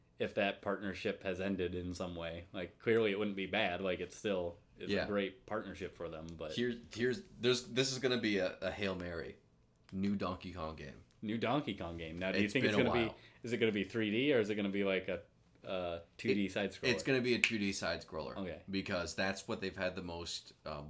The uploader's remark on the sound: Apologies this week we had some new peaking issues with our mic. That means the audio overall is a little quiet than normal.